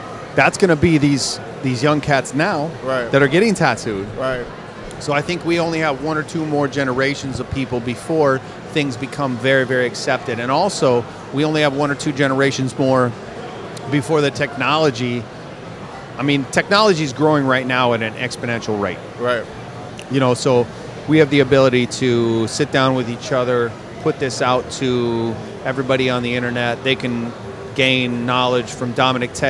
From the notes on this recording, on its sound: joins me in the Sullen Clothing booth, at the 2015 Musink festival.